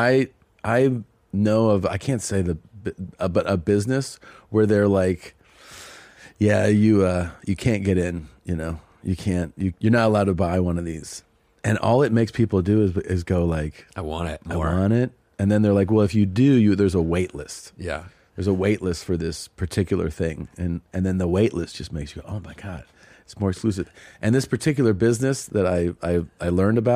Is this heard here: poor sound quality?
no